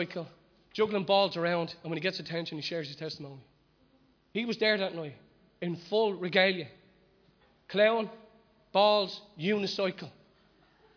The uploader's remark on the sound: Recorded live at Liberty Church on 23rd February 2020